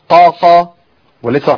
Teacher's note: فإذا نطقت فتحة وطولتها بمقدار قا قا قلت قا، هنا تقول بمقدار حركتين